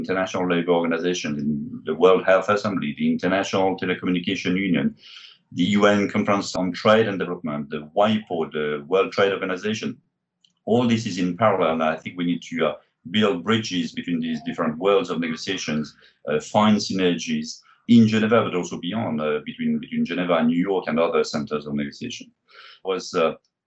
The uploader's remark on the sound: For an online recording. Recorded & produced at the UN Geneva Library & Archives.